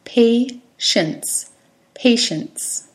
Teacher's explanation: The emphasis is on the first syllable, pay. Patience. It's the same pronunciation as if you were in a hospital and you were the patient and there were many other patients in the lobby.